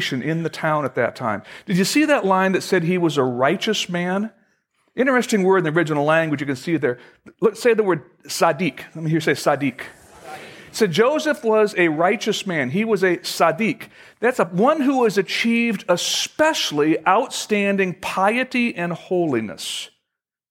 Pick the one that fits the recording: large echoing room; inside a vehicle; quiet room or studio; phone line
large echoing room